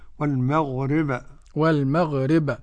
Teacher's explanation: والمغرب ونلاحظ القلقلة، وبينا مقلقلا إن سكن وإن يكن في الوقف كان أبينا، والقلقلة جهة الفتح كما تلقينا عن شيوخنا. والمغرب والمغرب مش والمغربي.